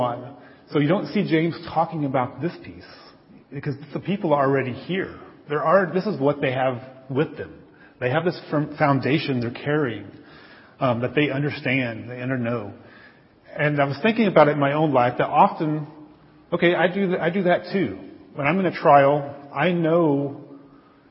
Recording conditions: large echoing room